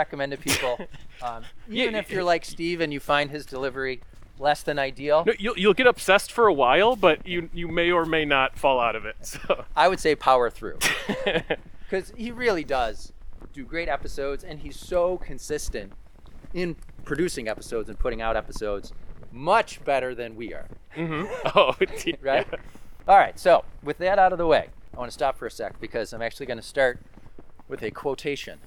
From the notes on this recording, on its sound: The episode was recorded on December 7, 2023 at Hunters Creek County Park in East Aurora, NY.